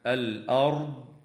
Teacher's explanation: وتظهر اللام في كلمة الأرض لوقوع الهمزة بعدها، والهمزة من الحروف التي تظهر عندها لام التعريف، وهي المجموعة